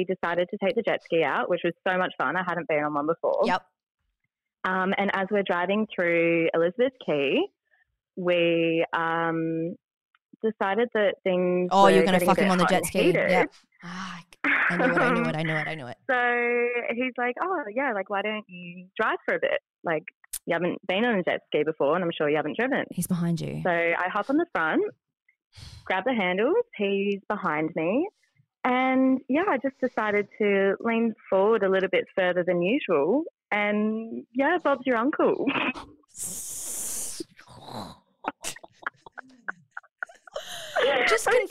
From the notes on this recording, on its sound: the listeners jump on a call